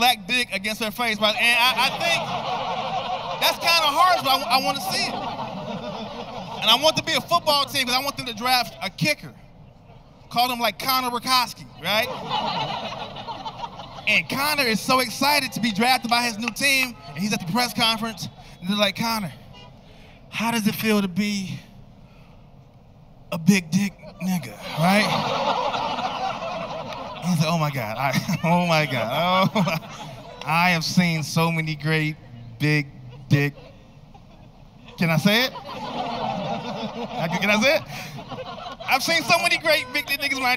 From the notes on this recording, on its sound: taped during a pandemic at the historic Rose Bowl in Pasadena